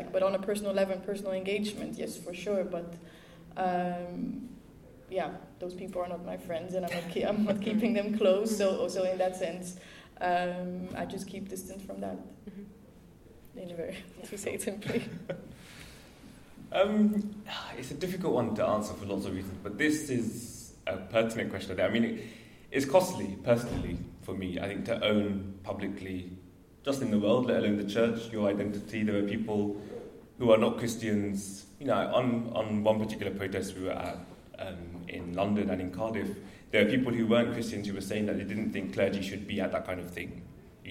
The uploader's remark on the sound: This was a panel discussion at the graduation show